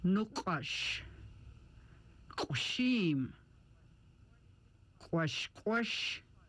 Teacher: The hard QW sound is made by rounding the lips with the tongue almost touching back of mouth, stopping the air, then releasing it, with the throat tense and vocal cords closed. The QW sound made with a catch in the throat.